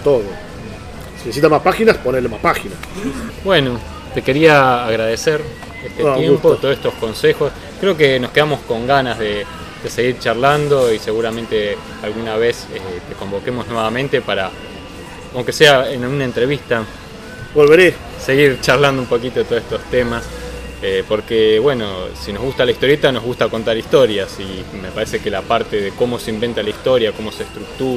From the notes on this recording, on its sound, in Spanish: En la Gcomics Meetup #15